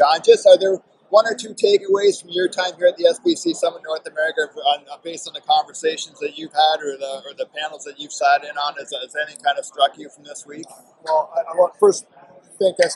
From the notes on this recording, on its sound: The Meadlowlands Exposition Center was buzzing this week at the SBC Summit, we present the proof in live audio form. We had guests moving in and out of chairs in a corner of the SBC Sales Lounge.